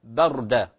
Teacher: فلا نقول با بردا لا، هي بردة با مرققة والراء كذلك مفخمة · Term: ترقيق